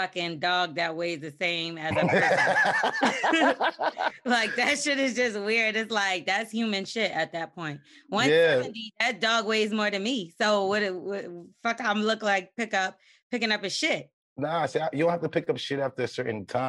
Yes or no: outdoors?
no